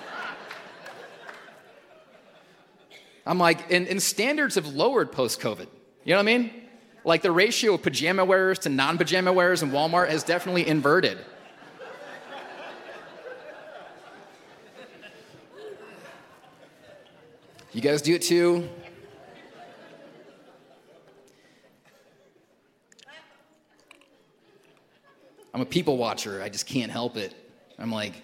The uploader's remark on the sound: Recorded at Hope Church in Springfield, MO